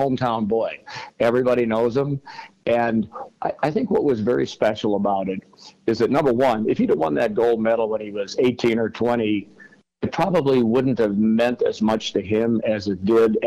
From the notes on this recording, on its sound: was able to have a phone call